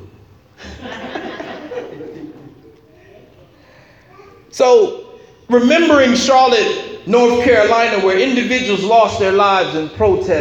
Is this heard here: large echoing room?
yes